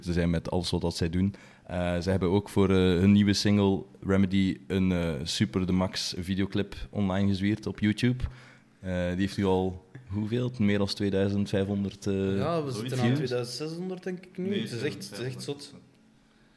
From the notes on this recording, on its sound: This episode was again recorded at Cultuurcafé Foyer in Zottegem.